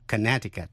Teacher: Tiểu bang Connecticut có chữ C ở giữa, câm và đọc là Connecticut, chứ không đọc Connecticut.